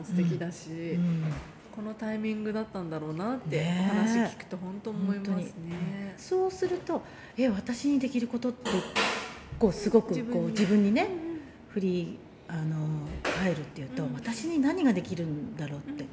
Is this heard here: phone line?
no